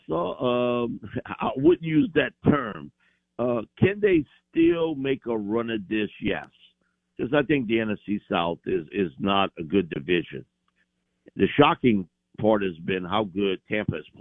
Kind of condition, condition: link, phone line